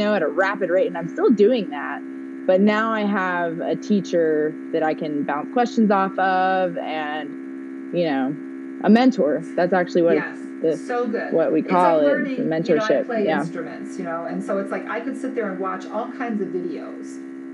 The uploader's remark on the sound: There is a buzzing sound that happens sometimes starting a few minutes in and then lasting the rest of the interview.